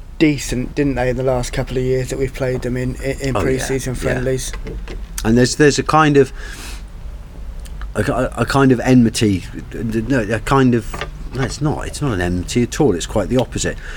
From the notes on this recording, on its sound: A Slow Chat in the Garden. The birds enjoyed listening to the two old men talking their way through the issues of the day while drinking coffee in a sunny garden. Enjoy the sound of two old men sitting in a Paignton garden talking about football.